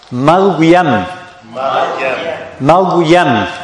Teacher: So the mim muraqqaqa, ya muraqqaqa, mim muraqqaqa, but the ra is mufakhama.